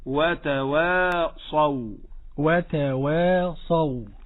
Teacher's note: تقول: وتوا وتوا، وليست وتوا، هذا خطأ، إنما نقول وتواصوا، يعني لا نجعل ترقيق الواو يرقق الصاد، ولا نجعل تفخيم الصاد يفخم الواو، الواو مرققة والصاد مفخمة